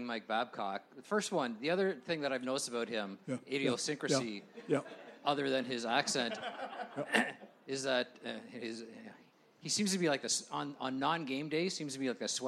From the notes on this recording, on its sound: at Puck Talks Festival.